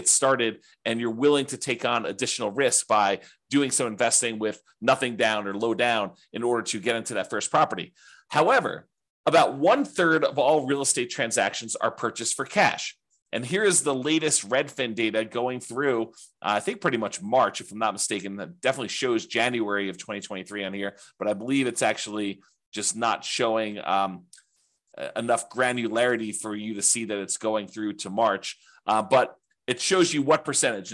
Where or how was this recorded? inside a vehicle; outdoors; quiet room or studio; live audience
quiet room or studio